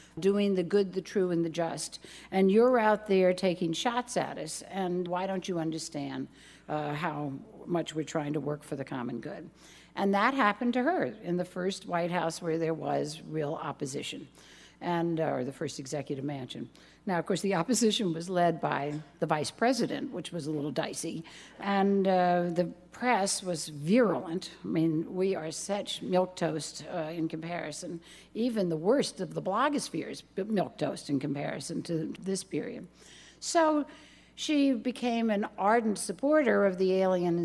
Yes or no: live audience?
yes